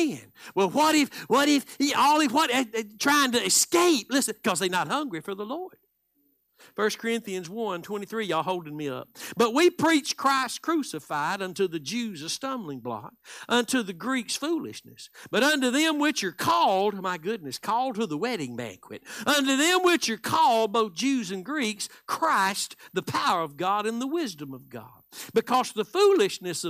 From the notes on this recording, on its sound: Live Wednesday Evening Service